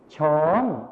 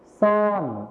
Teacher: ในภาษาไทยมาตรฐานนะครับเราจะใช้ชอช้างนั่นเองส่วนในภาษาถิ่นอีสานนะครับเราจะใช้ซอโซ่นั่นเองครับ